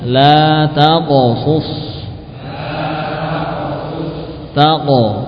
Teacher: Dari pangkal tenggorok, pangkal lidah, dan mentafkhim. yakni membacanya dengan tebal. · Term: suara qaf